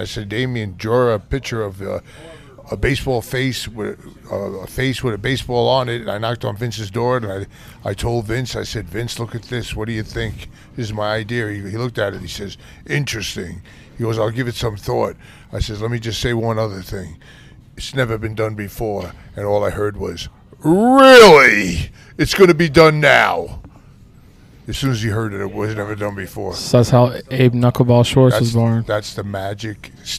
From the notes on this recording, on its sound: this one was recorded at 9 Planets Comics and Collectibles Summer Suplex event